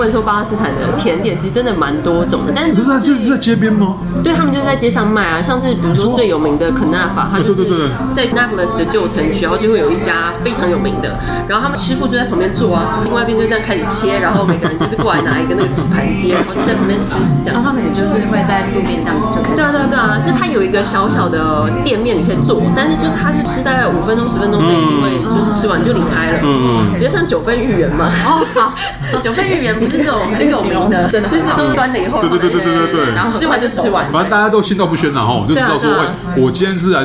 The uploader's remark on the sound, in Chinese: 本集白噪音指數：北風級 4/5。在台北深冬的晚間，一間提供東地中海料理的、背景音樂放得震天響的餐廳內。錄音地點： V&O Bar Kitchen。